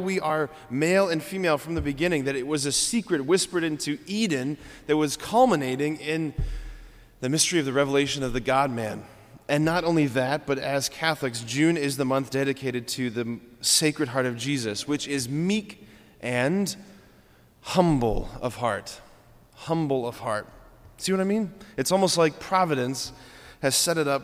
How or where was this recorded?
large echoing room